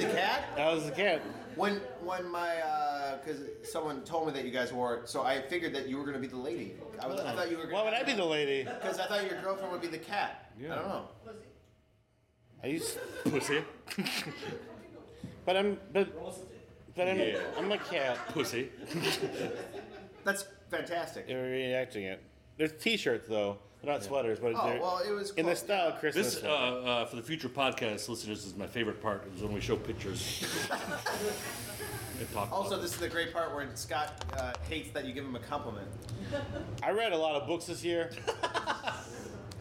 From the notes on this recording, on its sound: finally have a crowd to listen to them talk